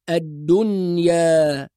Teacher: فننطق النون ونظهرها بدون أي تحريك أو قلقلة أو إدغام · Term: إظهار مطلق